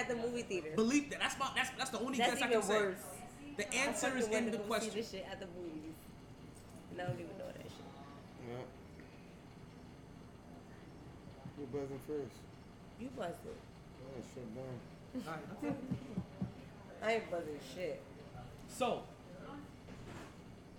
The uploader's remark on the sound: Monday Night live from Sharkeys